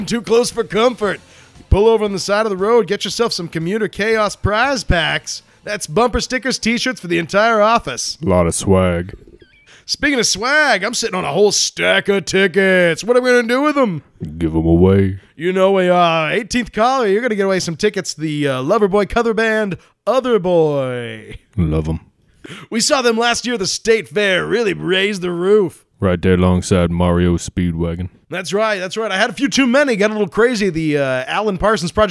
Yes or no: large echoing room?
no